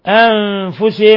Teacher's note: نون ساكنة جاء بعد الفاء إخفاء حقيقي